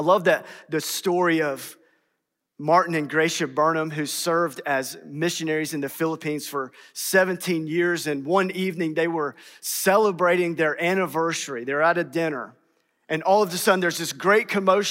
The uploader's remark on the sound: in #SWBTSChapel on March 8th, 2022.